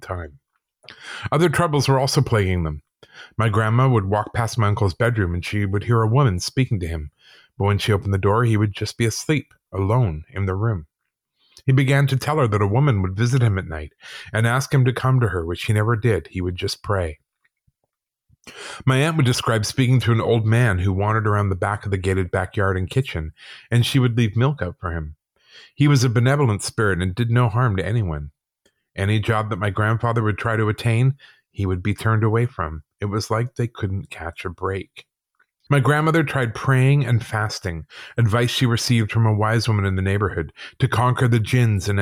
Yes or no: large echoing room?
no